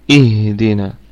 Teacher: اهدنا، الهمزة همزة وصل تثبت في البدء وتسقط في الوصل، يعني لو قلنا لو وصلنا بالآية التي قبلها نستعين اهدنا، فتكون هنا هذه الهمزة ساقطة، أما في حالة البدء من عليها تكون همزة محققة